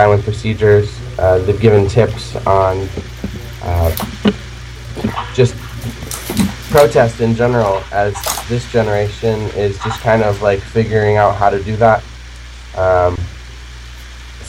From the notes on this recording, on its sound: Live from Occupy Wall St. Zuccotti Park.